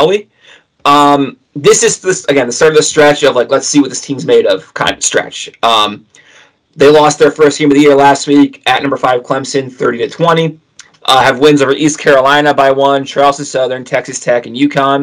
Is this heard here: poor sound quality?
yes